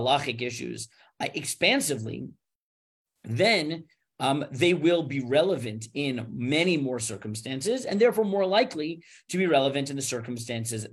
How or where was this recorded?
video call